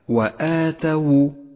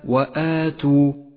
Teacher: لاحظ أن حرف التاء مفتوح وليس مضموما · Shown in: first take · أي هكذا وآتوا وليس وآتوا، فإنه خطأ شائع.